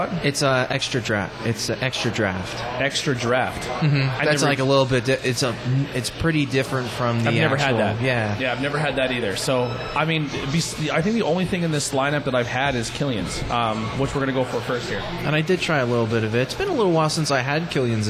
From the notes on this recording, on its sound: We are on location At Mcniffs In Mahanoy City